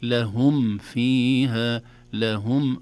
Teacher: الميم من الشفتين لهم والفاء من الشفة السفلى في فاء، أصبح حرفان متقاربان.